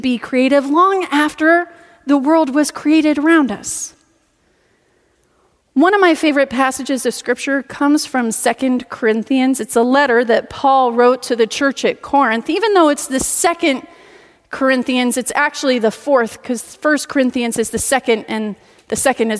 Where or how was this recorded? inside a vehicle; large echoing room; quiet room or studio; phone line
large echoing room